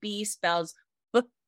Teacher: My voice is on and you can hear it has a different quality to it.